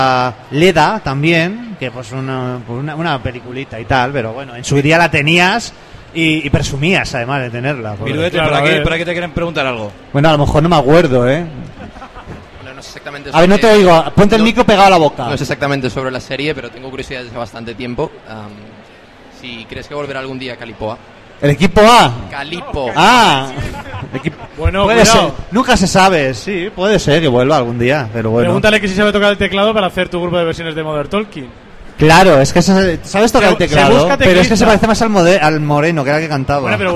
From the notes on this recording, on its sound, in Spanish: En directo desde Expomanga.